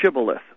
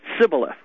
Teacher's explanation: It's the pronunciation of the word, that SH sound, was not in the dialect or the language of the tribe that had attacked them. · Shown in: first take · They would say just the long S, the S, Sibboleth.